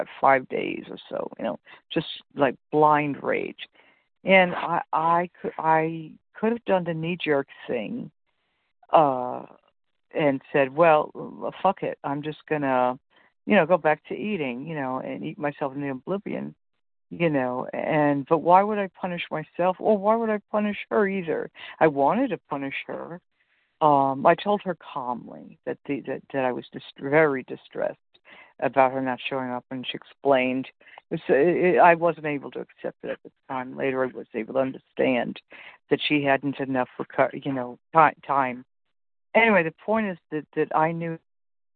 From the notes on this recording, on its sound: 100 Pounders Phone Meeting